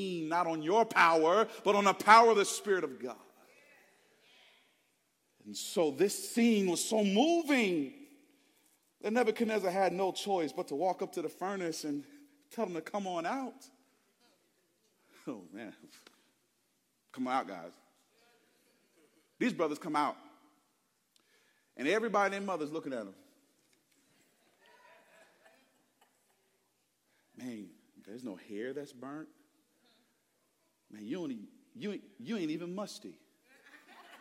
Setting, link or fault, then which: setting, large echoing room